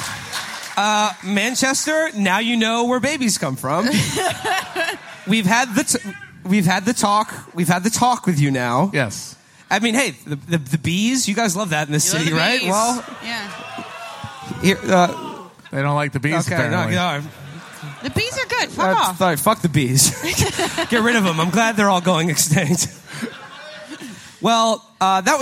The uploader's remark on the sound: From our live shows in London on 6/5 and Manchester on 6/7.